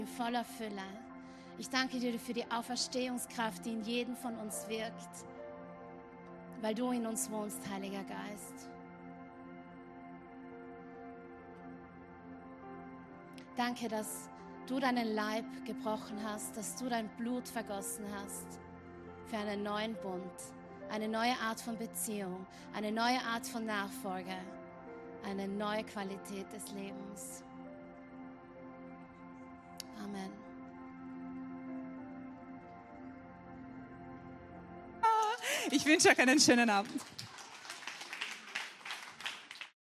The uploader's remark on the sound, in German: Gottesdienst live aus der LIFE Church Wien.